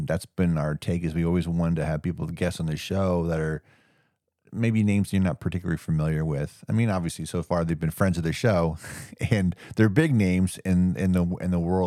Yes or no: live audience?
no